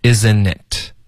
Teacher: isn't 的特会省略， isn'tit。Isn't it 的 it 呢会跟 amazing 的啊连读，然后同时 it 的这个特会浊化成一个的的音，所以变成 itamazing，这三个字连起来就发 isn't itamazing， isn't itamazing， isn't itamazing， isn't itamazing， Isn't it amazing?